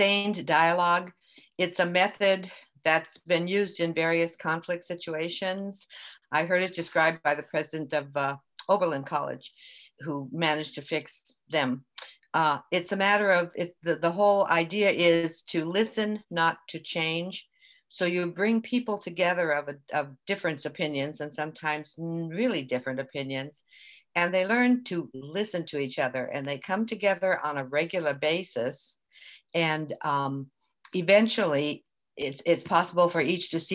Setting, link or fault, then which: link, video call